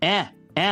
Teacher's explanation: 例えばあとえの中間というこの狭いところにええっていう音があります。